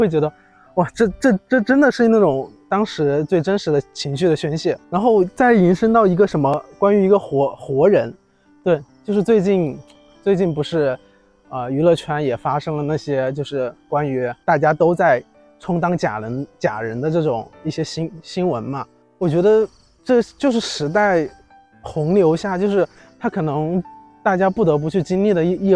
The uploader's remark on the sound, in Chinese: 来到一个新的环境，边走边录，也希望在这个夏天的尾巴，在虫鸣声中